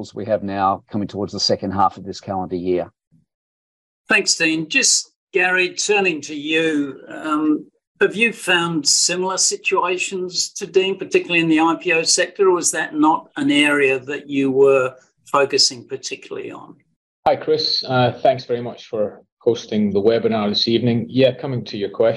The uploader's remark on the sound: Watch or listen to the webinar recording for we asked a panel of three Small Cap Managers' opinions.